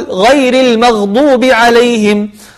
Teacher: فلا تقلقل حرف الغين